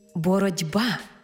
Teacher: дзвінкий приголосний «б» вплинув на попередній глухий «т» і зробив його дзвінким «д». Іншими словами, глухий «т» уподібнився під впливом дзвінкого «б» до «д».